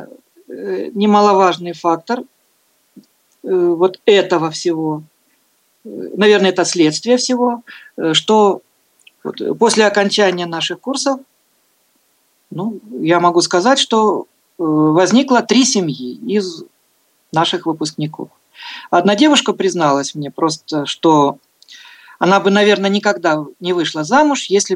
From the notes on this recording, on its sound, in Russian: Запись прямой трансляции вебинара. Вебинар организован Нижегородским областным центром реабилитации инвалидов по зрению «Камерата».